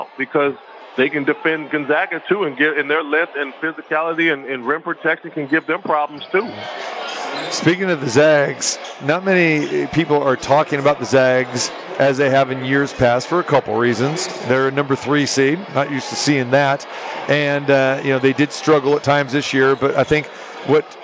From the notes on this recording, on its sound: Live from the Super Book at the Westgate Las Vegas. While the opening round games are going.